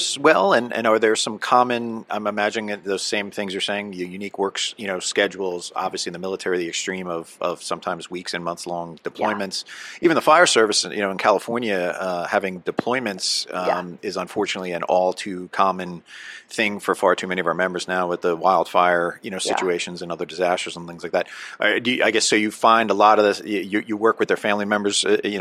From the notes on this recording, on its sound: At the 2023 NEP "We Need to Talk" mental and behavioral health conference in Las Vegas.